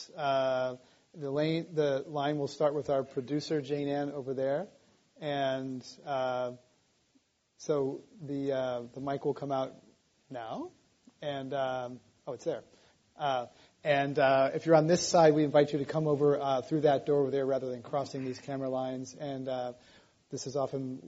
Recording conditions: live audience